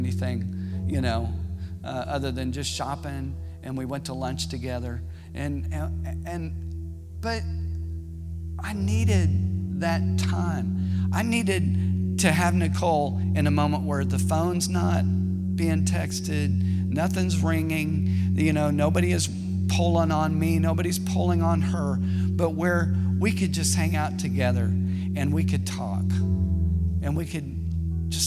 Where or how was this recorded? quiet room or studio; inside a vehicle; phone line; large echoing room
large echoing room